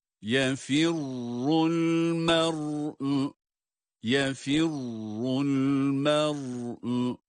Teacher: ra şeddeli ve ötre harekesi alması itibariyle fa harfinden esre ile ra'ya geçer geçmez ra'yı kalın olarak okuyoruz